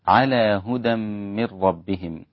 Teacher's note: هدى من إدغام مع الغنة، من ربهم إدغام بدون غنة